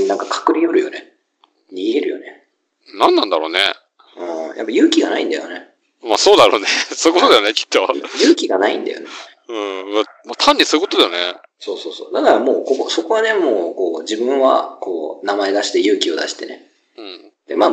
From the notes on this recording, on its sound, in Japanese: 録音技術と編集技術が後退したのか聞きづらいのは許してくださいな。